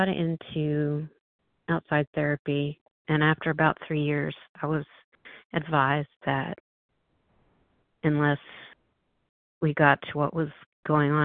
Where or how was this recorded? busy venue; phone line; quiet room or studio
phone line